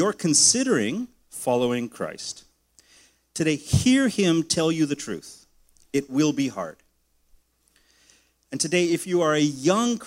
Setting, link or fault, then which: setting, large echoing room